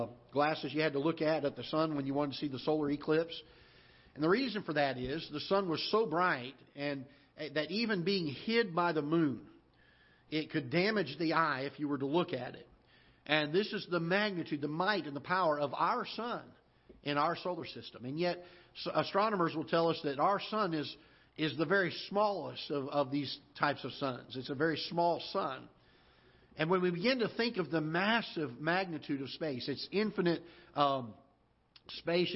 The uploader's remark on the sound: Ketha Heights Baptist Church ~ Live Broadcast